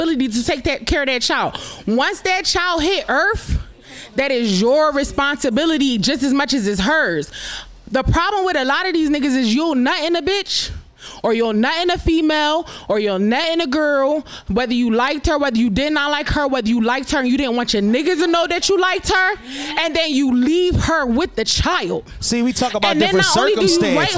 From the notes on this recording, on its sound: Live from Krush Lounge!